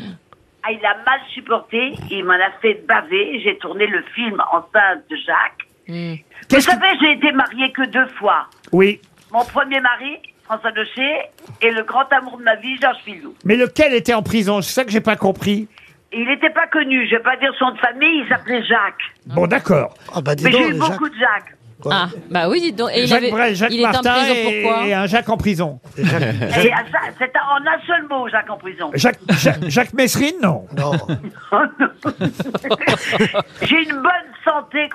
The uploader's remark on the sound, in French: Au téléphone pour son anniversaire.